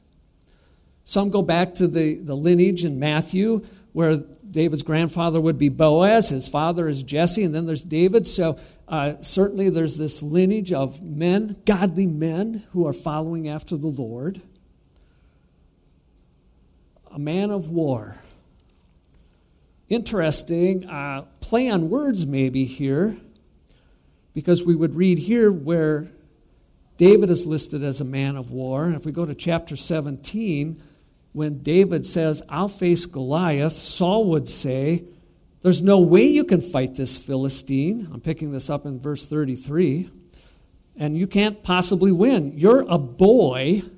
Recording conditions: large echoing room